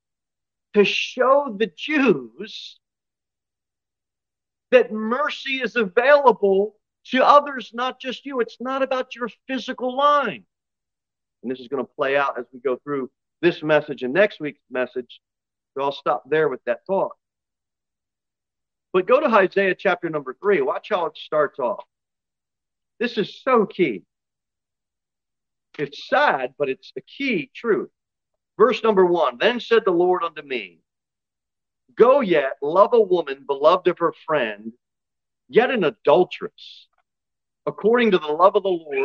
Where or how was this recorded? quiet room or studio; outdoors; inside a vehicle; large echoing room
large echoing room